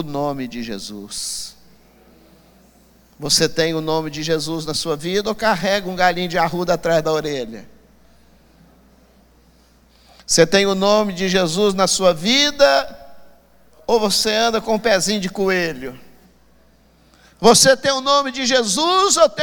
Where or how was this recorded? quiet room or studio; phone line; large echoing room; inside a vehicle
large echoing room